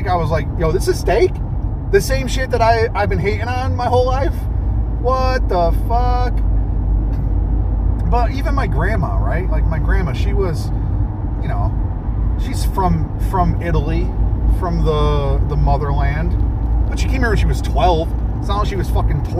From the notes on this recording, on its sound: record a podcast while driving a car!